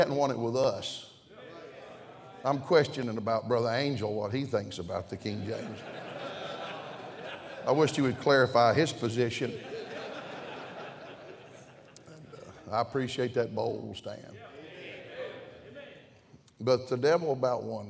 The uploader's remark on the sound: during the Wednesday Evening service of the 38th Annual National Pastors' & Workers' Conference in Santa Clara, California